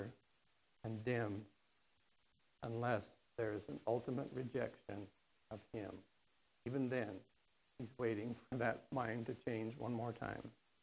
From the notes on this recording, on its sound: on September 29th, 2019 at The Well, an Acts 29 and Converge Heartland Church in Hastings, NE